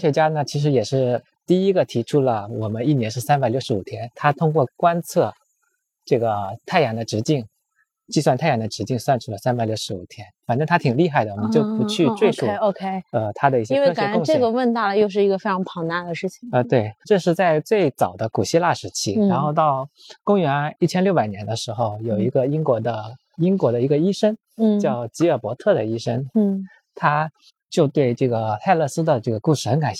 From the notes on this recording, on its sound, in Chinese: 边走边聊系列回归啦！